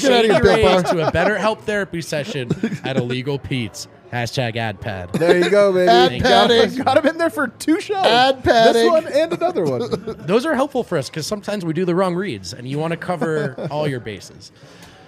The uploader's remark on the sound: come to you LIVE from the DNVR Bar